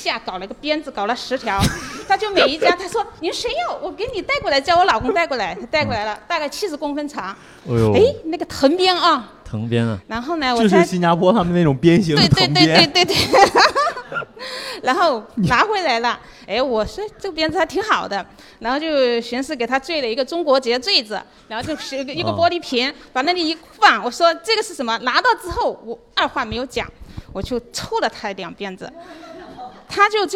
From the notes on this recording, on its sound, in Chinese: 本期节目是由福田区公共文化体育发展中心主办、福田区文化馆各主题馆承办的“妈妈的一天”--致敬母亲节系列活动现场录制的一期特别节目。在现场和50位妈妈聊聊天。